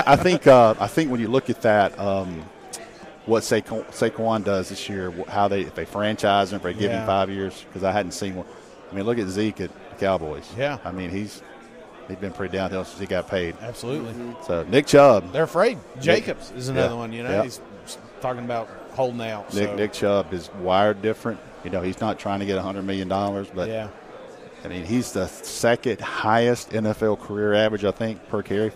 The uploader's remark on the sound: joined us live from 2023 SEC Media Days!